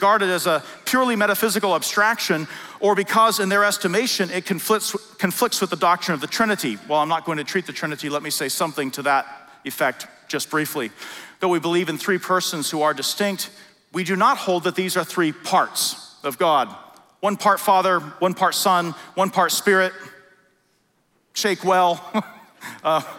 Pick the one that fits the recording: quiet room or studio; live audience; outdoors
live audience